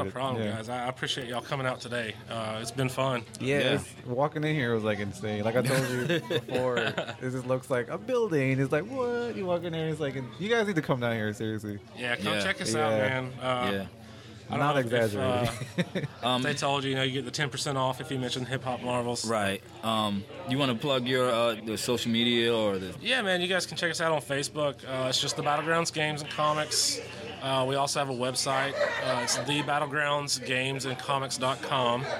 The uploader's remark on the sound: maybe it was more of a podmash at THE BEST comic and games store around - The Battlegrounds Games and Comics in Dalton, GA!